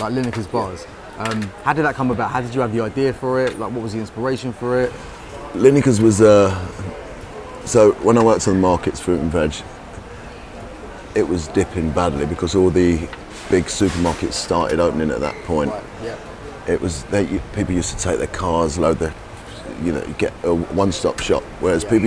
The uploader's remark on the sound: Ocean Beach in Ibiza – where we recorded this interview